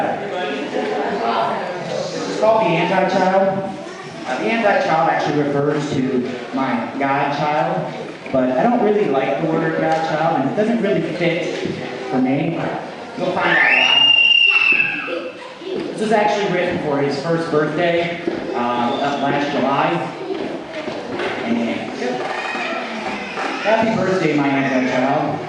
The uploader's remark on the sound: Open Mic Night at the Harbor Playhouse Theatre in Ashtabula, OH